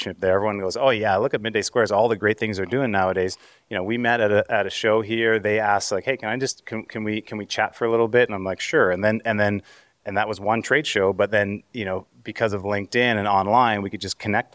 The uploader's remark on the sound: Live from CHFA. Coming live from the floor at CHFA. The Canadian Health Food Association. Towards the end of the episode you’ll hear them answer questions from other founders that were at CHFA.